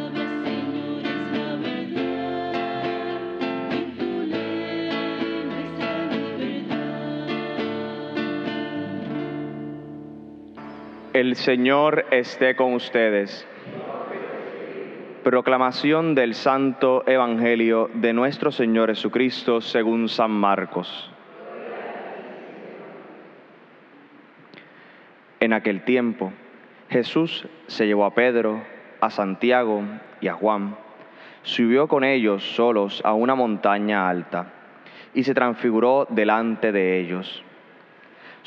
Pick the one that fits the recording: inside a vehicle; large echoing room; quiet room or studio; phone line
large echoing room